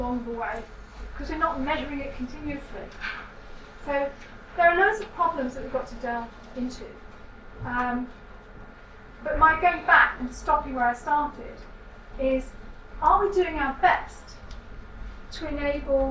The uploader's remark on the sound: Speaks at SRHE Academic Practice Network Event.